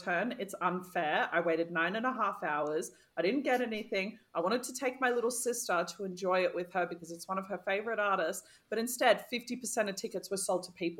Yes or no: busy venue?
no